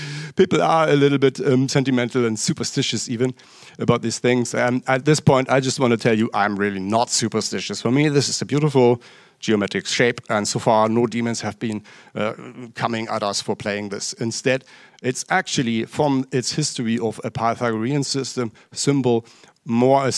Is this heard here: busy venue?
yes